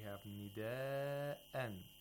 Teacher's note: nida'an, which is a long vowel followed by a hamza in the same word. So that is conjunct mad.